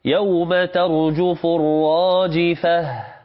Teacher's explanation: التاء المربوطة التي قرأت في المدارس بهذا المعنى يعني بهذا التعريف التاء المربوطة يعني التي كتبت بالهاء يوقف عليها بالهاء